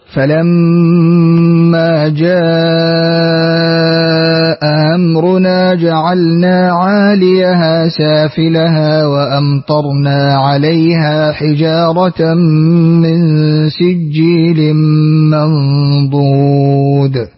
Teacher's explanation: بالتوسط في جاء مع تسهيل الهمزة الثانية بين بين